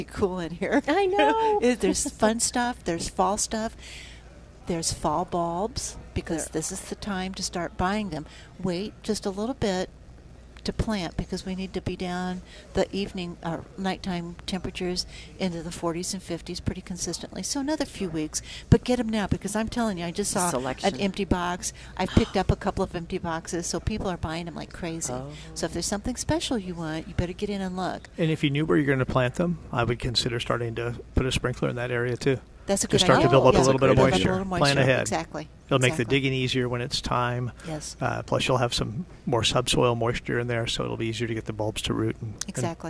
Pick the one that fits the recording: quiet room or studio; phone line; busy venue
busy venue